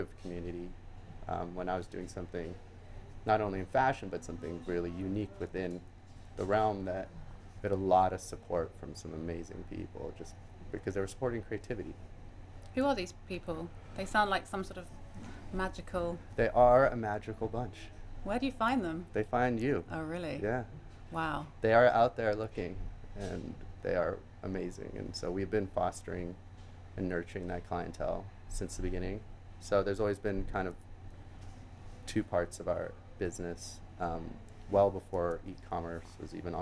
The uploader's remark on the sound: Recorded at 5 Carlos Place at Frieze Los Angeles.